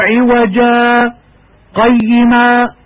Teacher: سكتة لطيفة بمقدار 2 حركات من غير تنفس بنية الاستمرار في القراءة